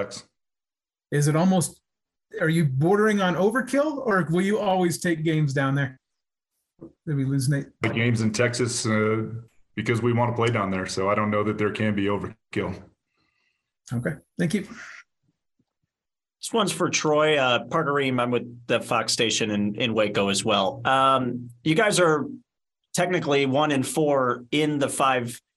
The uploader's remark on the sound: Zoom Call 12-12-2022